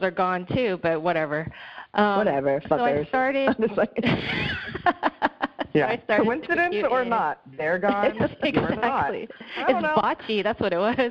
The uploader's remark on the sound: Recorded remotely via phone + Zencastr